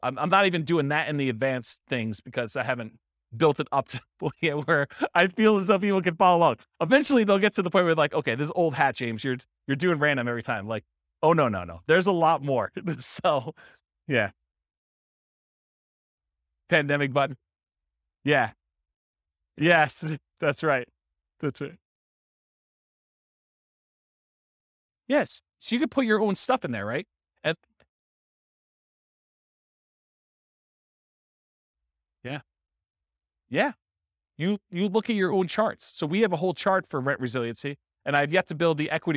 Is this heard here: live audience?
yes